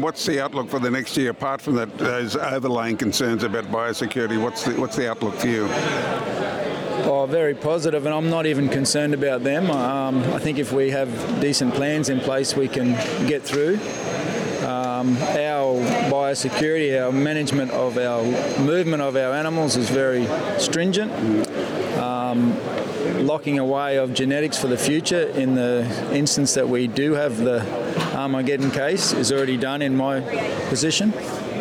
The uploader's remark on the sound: The Weekly Grill headed to the feedlot industry's BeefEX conference in Brisbane last week. A series of 'vox pop' responses from other lotfeeders attending the conference.